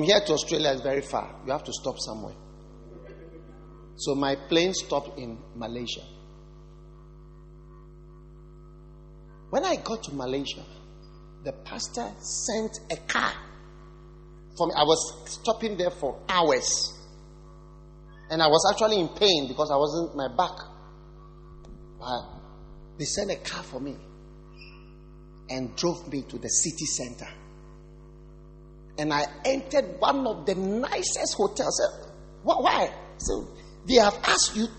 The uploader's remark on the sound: Preached at the Wisdom Impartation Service.